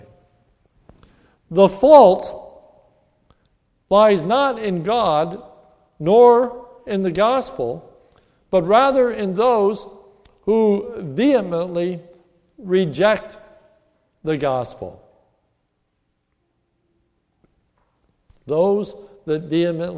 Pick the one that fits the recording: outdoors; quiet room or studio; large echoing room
large echoing room